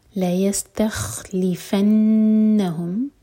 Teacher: نون پر شدہ تو یہاں غنہ کریں گے، نون کو ہول کریں گے دو سیکنڈس